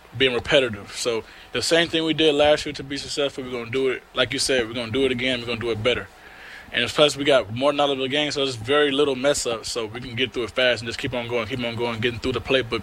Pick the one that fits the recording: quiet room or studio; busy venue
busy venue